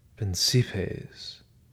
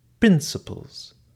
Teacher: with the accent falling hard on the first syllable · Shown in: second take